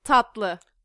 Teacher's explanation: That tatlı is in the back of the throat, so we use the back lar.